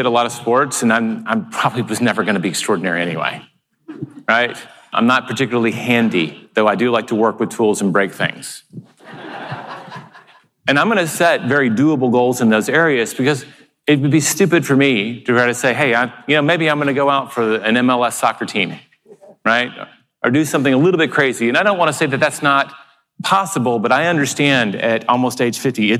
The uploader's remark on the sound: keynote presentation at the Keller Williams Family Reunion Convention 2019